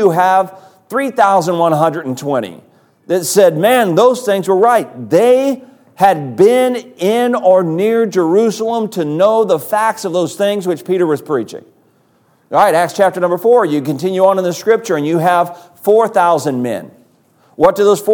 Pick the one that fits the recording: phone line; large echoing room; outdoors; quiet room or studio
large echoing room